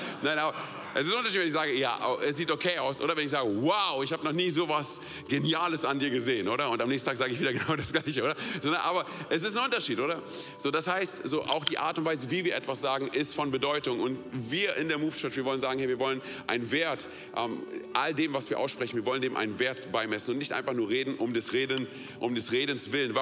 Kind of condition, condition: setting, large echoing room